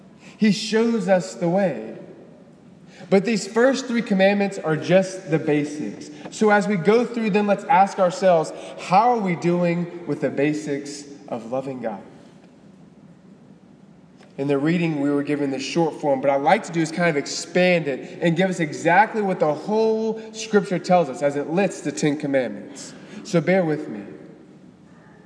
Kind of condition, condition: setting, large echoing room